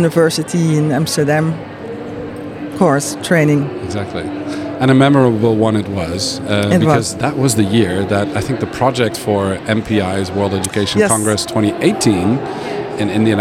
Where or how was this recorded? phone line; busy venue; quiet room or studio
busy venue